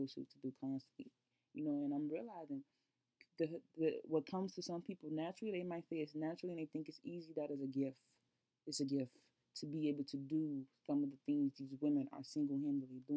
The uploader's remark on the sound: Sorry, the audio is pretty low!